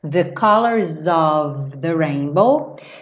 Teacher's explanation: Eu já junto ali no S, nem preciso da setinha, já é uma ligação natural de consoante com vogal